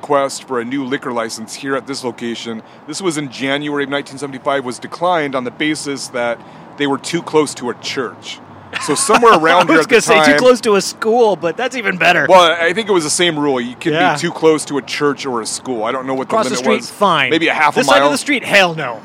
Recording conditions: busy venue